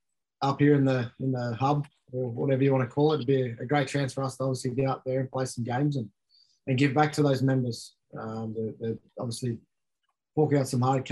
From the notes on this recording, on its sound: Talked to media over zoom whilst at the South East Queensland relocation HUB.